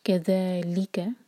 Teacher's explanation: stretching کے بعد جو لیٹر آتا ہے اس پر زور دیا جاتا ہے، تو یہاں پہ لی پر زور